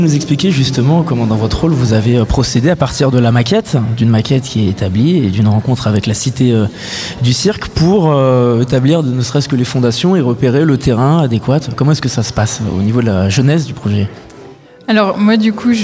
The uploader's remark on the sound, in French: En direct du nouveau chapiteau permanent Le Plongeoir